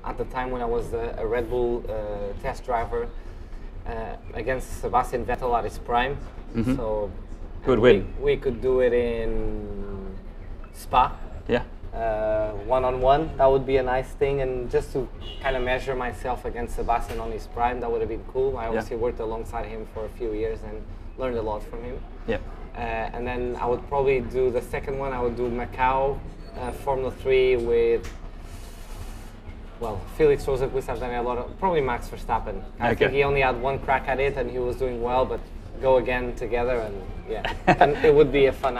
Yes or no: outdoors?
yes